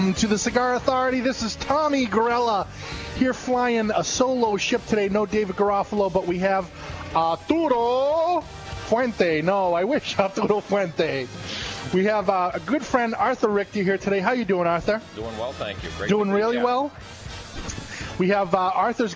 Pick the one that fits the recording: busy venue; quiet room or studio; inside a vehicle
busy venue